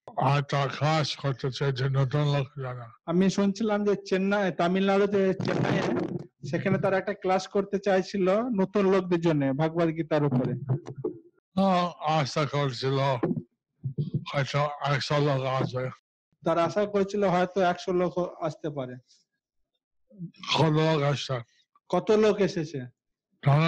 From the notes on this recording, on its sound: Zoom Session